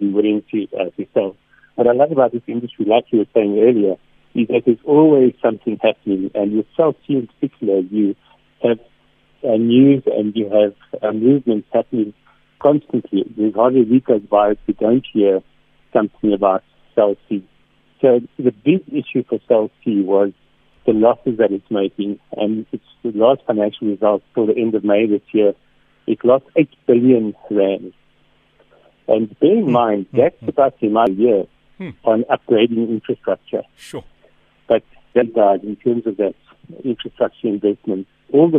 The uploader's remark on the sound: PHONE INTERVIEW